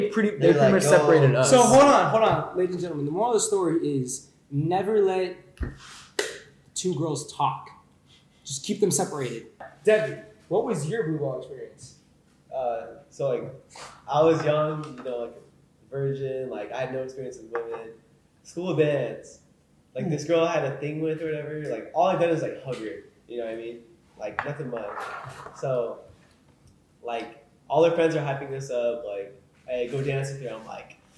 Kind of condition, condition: fault, poor sound quality